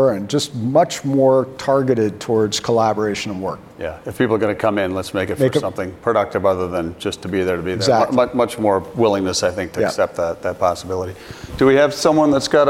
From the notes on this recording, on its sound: At this year's Global Department Store Summit, a conference that brings together CEOs and senior department store executives from every continent to discuss pressing topics facing our industry, I had the great opportunity to get on stage and interview